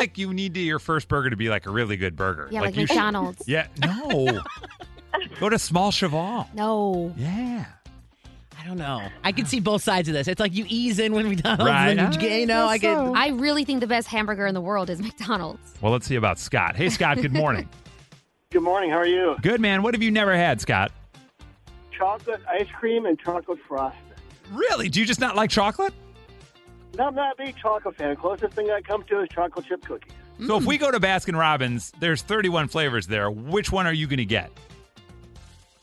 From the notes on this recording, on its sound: teachers called in with their various hacks they use